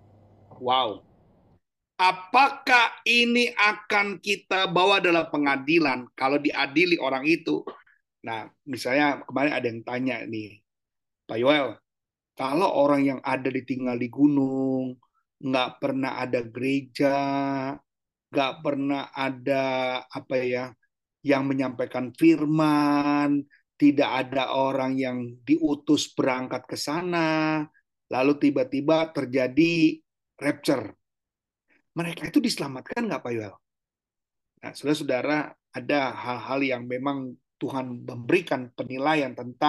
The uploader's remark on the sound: Audio Zoominar